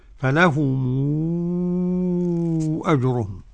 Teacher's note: ورش يمد المنفصل ست حركات · ميم جمع هنا، ميم جمع بعدها همزة بقى. قرأها ورش بالصلة، تبقى تصير عند ورش مدا منفصلا، فلهم أجرهم.